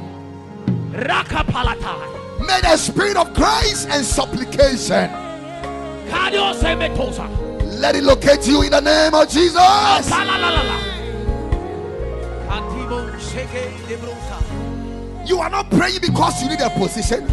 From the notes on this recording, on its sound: Preached at Ekklesia Chapel